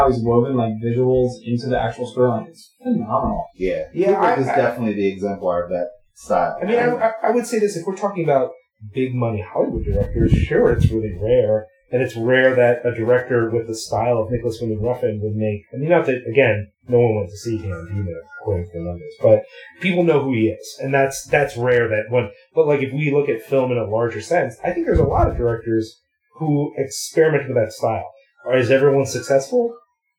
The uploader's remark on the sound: WE ACKNOWLEDGE THAT THE SOUND ON THIS EPISODE IS SUB-PAR AND WE APOLOGIZE FOR THAT! SOUND NOTES: The episode is rough. One was that what we were hearing through the headphones was NOT what was being captured by the laptop.